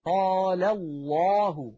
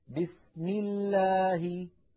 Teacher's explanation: تفخم لام لفظ الجلالة التي هي كلمة الله إذا سبقت بفتحة أو بضمة · Shown in: first take · Term: تفخيم لام لفظ الجلالة